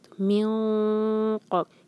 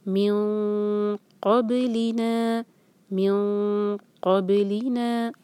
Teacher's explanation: اس نون کو چھپاتے ہوئے ہم قاف کے لیے زبان کو تیار کریں گے. میوں قاف، یہاں پہ من یا من ایسی آواز نہیں آنی چاہیے، قاف کے لیے زبان تیار کر کے تب پڑھیں گے ہم.